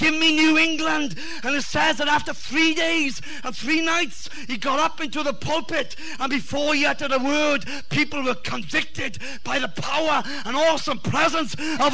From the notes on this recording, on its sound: Revival message Preached at West Apostolic Church TX.